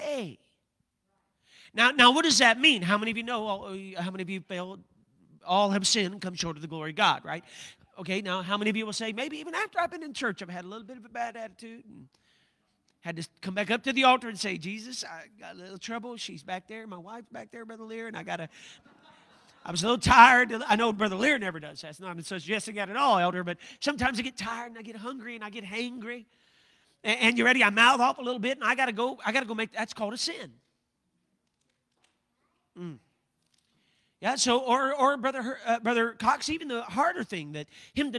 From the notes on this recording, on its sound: a service recording from Connect Point UPC